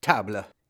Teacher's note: There actually technically is not a vowel sound in a word like table in the second syllable, that bowl syllable. It's really just the letter L, or the sound that the letter L makes, that's functioning as a vowel, because it's the closest thing to a vowel that's in the word.